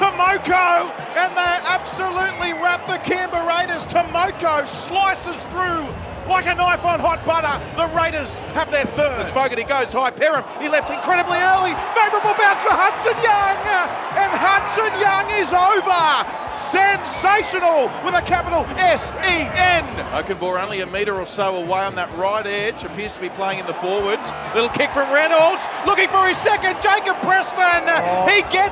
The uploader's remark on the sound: Live from Round 10 of the NRL, from SunCorp stadium in Brisbane for Magic Round